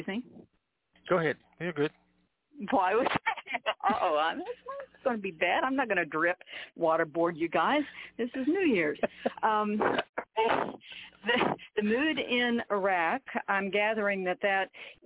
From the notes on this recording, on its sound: TNTSuperfantastic Conference Call.